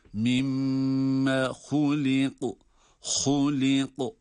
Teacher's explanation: ha kalın, kaf kalın ve kaf galgale harfi